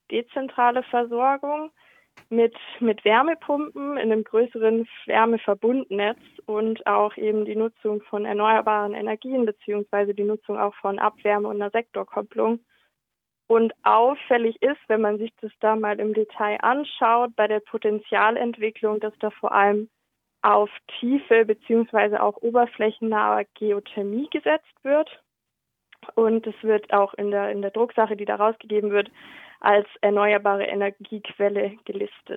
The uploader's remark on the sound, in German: berichtet in einem Telefoninterview